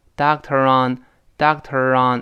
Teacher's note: doctor 跟 on 这介词，如果读快了就连到一块儿 · Term: 连读